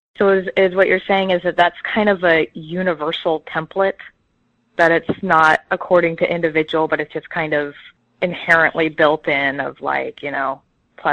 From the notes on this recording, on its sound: Conference call.